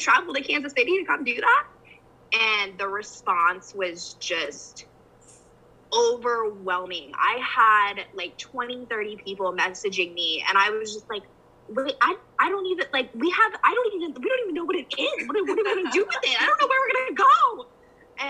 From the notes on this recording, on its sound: over zoom